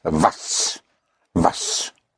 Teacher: The W, again, is pronounced like a V in German, and you have was, was.